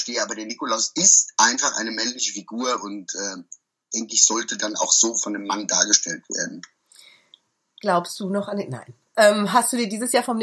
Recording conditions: video call